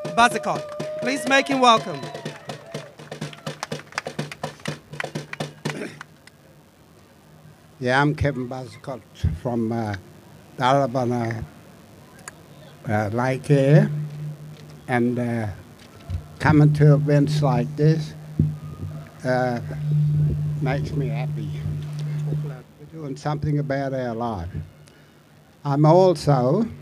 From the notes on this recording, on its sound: Speaking outside the Deep Yellow AGM in Perth.